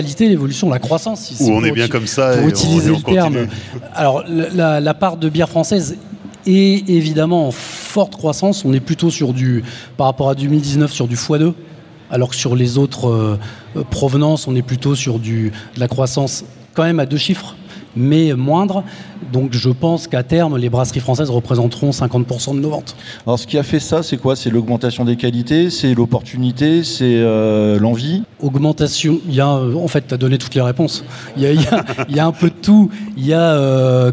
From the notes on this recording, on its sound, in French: Table ronde enregistrée en public lors de la 1ère édition du Reims Beer Festival, au Parc des expositions de Reims.